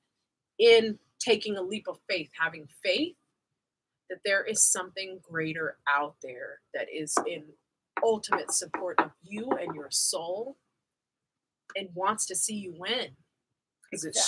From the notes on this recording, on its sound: The show gets cut with about 15 minutes left